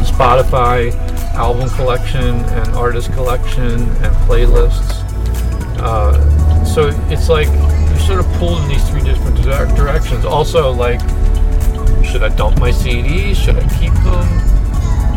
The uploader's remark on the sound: Recorded in my car on the way to and from work.